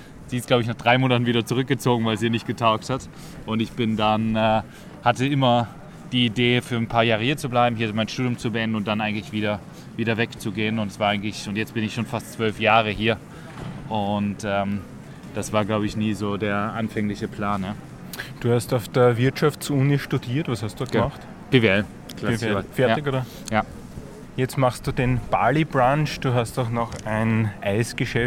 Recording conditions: outdoors